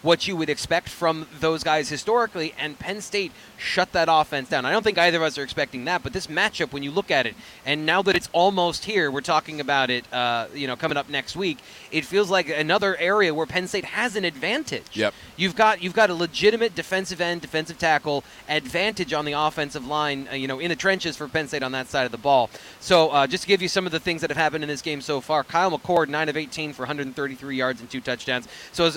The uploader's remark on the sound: BWI Live: Penn State Football Tailgate Show- Homecoming vs. UMass. The show airs live, outside of the Bryce Jordan Center across the street from Beaver Stadium.